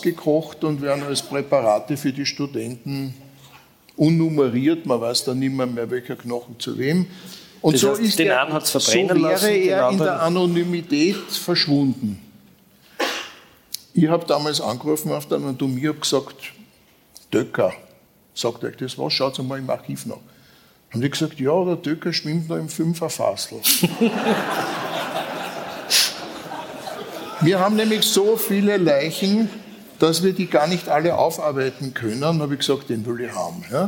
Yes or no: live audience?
yes